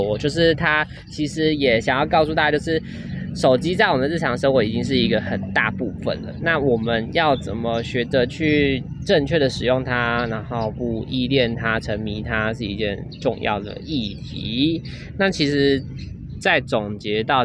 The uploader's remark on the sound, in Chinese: 不得已在戶外錄，有諸多雜音／暴風請見諒！